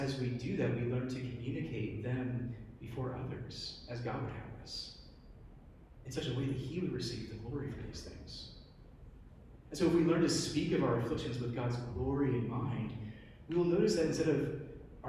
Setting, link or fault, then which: setting, large echoing room